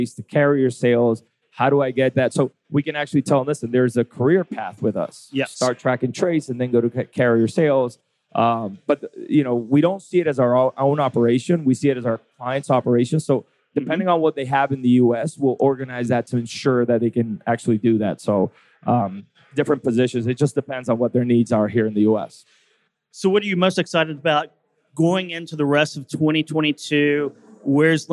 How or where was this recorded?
busy venue